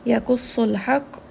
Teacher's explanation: qaf is going to be heavy, sad is going to be heavy, and then lam has the wasud, haq.